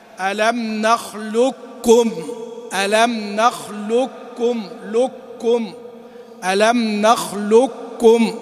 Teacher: فالإدغام الكامل يعني تنطق بلام بعدها كاف مشددة